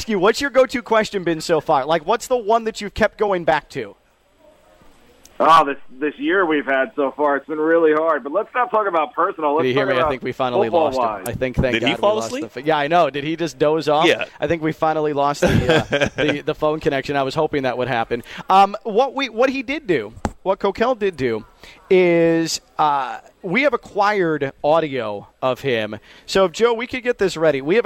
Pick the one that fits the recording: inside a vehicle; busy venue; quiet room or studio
busy venue